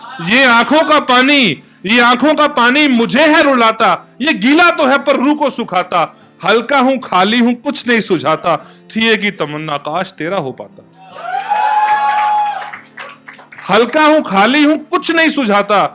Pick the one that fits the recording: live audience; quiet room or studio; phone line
live audience